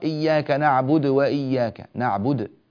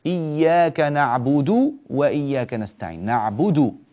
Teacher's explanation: هذه دال مقلقلة ساكنة وليست مضمومة · Shown in: first take · نريدها مضمومة، إياك نعبد وإياك نستعين، نعبد.